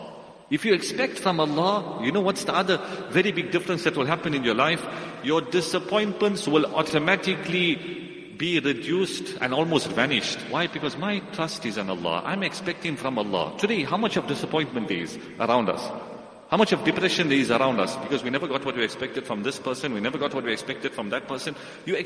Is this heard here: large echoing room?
yes